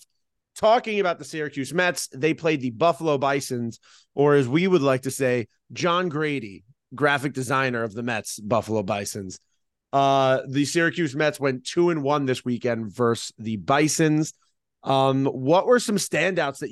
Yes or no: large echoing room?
no